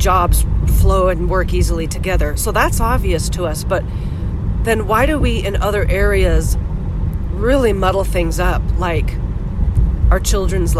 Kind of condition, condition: setting, inside a vehicle